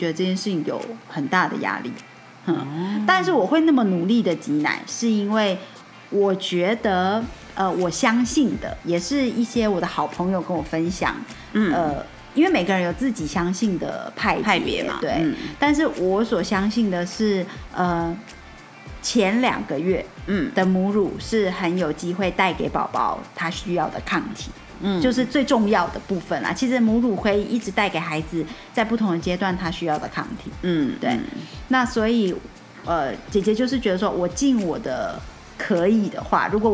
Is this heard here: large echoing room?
no